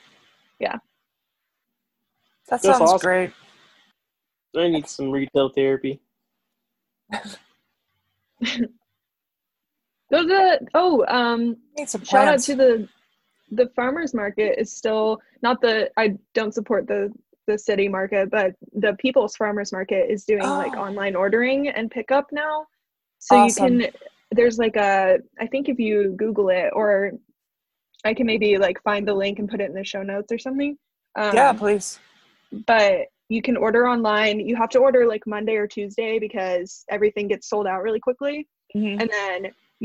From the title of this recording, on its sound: Zoom Edition